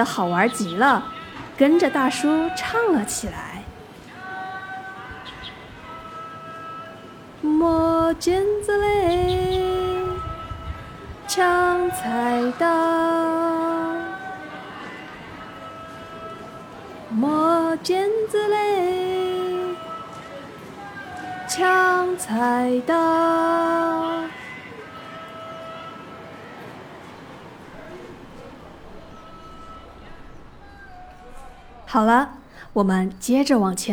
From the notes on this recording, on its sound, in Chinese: 市场环境氛围